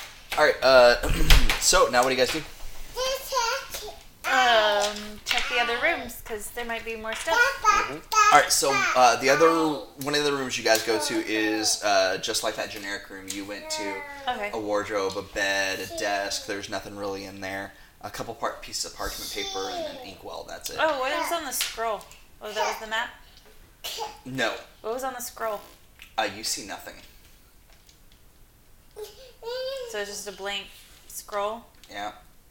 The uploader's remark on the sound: baby noises in the background